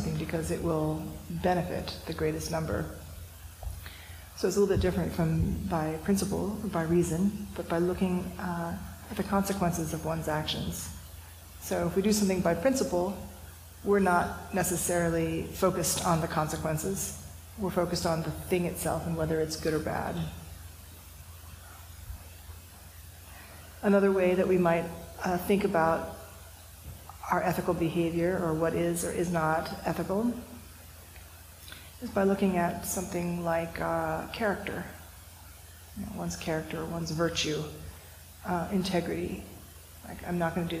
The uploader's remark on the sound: This talk was recorded during the January one-day sitting, held at Unity Church, a neighbor of San Francisco Zen Center’s City Center congregation.